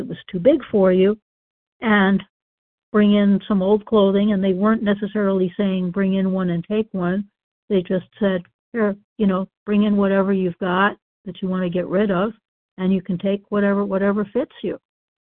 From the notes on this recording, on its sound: the 100 Pounders Phone Meeting